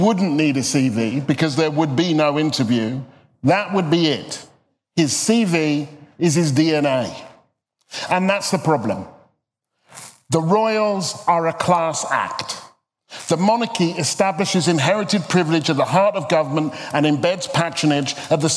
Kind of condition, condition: setting, live audience